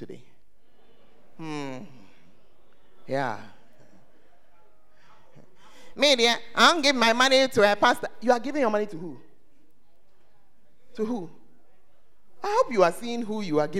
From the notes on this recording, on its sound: Preached at the First Love church, Ayeduase (Gathering Service)